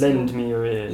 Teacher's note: I think I have to hear that D on the end of lend.